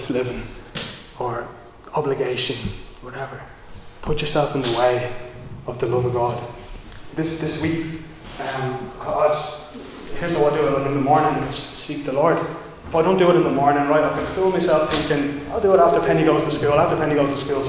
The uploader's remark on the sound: Recorded live in Liberty Church on 10 April 2022